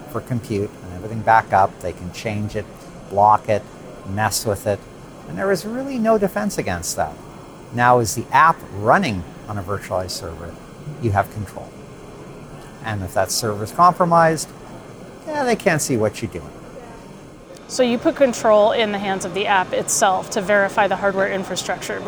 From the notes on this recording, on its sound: Live from the Greenroom: Intel Innovation 2023.